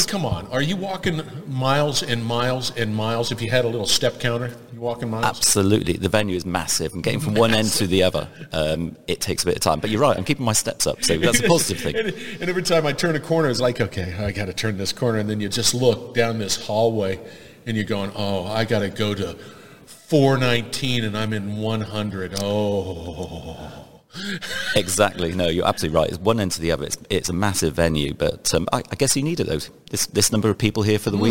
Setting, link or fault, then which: setting, busy venue